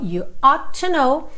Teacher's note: A gente nunca vai pronunciar um T final e outro T inicial se essas duas palavras estiverem seguidas.